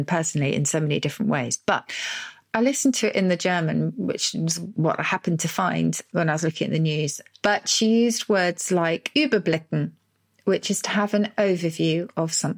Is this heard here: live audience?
no